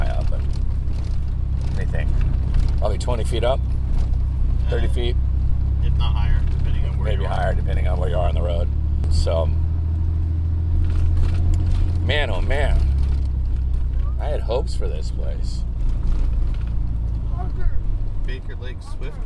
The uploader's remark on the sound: As we journey into the pristine wilderness of the Cascades. We've even packed a field recorder to capture the sounds of our adventure.